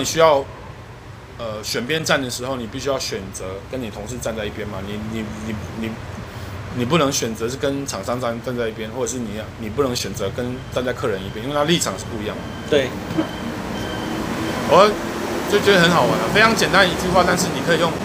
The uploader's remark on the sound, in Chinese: 錄音地點：台南 牽咖啡 Chen Coffee